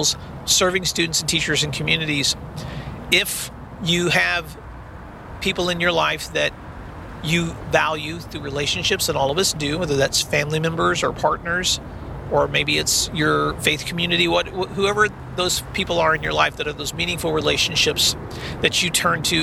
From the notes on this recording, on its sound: On the Road. This week’s episode I recorded while driving (after safely cuing my recorder before starting a long drive).